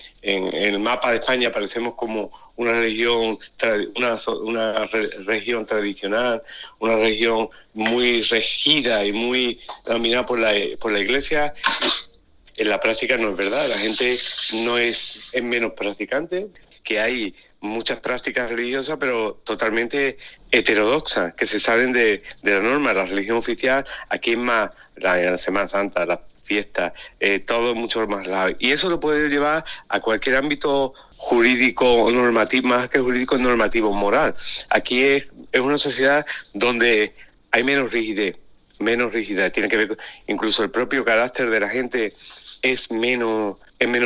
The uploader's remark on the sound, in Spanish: Entre París y Sevilla, charla telefónica.